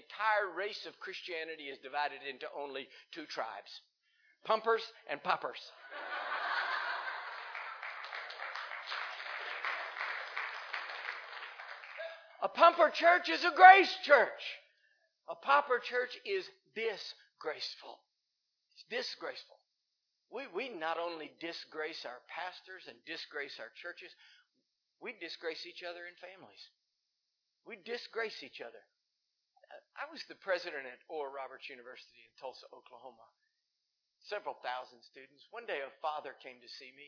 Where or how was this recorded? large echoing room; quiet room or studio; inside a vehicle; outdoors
large echoing room